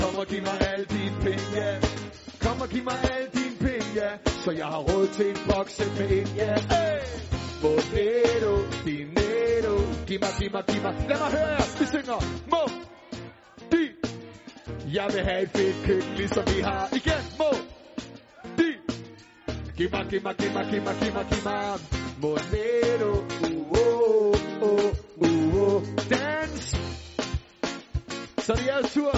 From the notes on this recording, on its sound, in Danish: Live fra Ringkøbing. Live fra en #hjemmefest - gemt væk i en vestjysk skov.